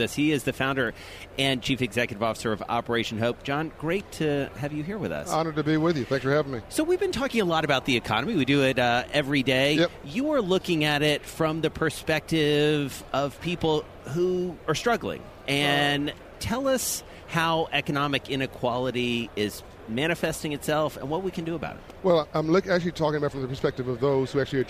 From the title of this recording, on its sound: From Radio Row in Atlanta